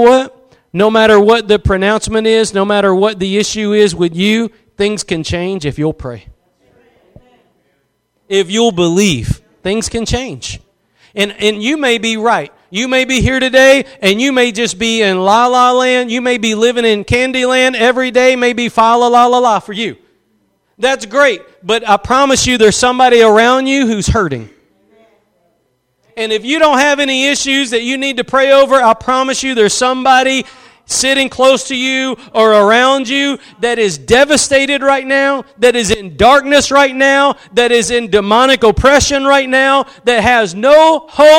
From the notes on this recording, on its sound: Preached at Gospel Lighthouse in Bossier City, La.